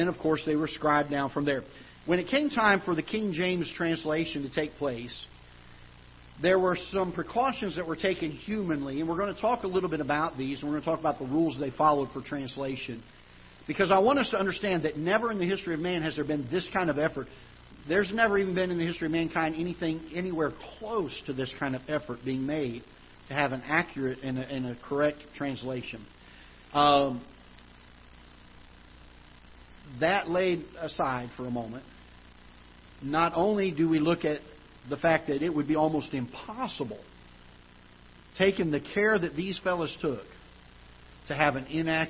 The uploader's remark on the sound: Ketha Heights Baptist Church ~ Live Broadcast